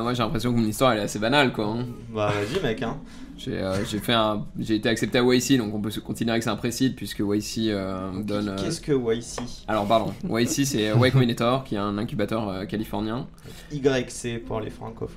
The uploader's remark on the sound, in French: Cet épisode a été enregistré à l'occasion de Zero-to-One - l’événement. Cet épisode a été enregistré à l'occasion de Zero-to-One - l’événement.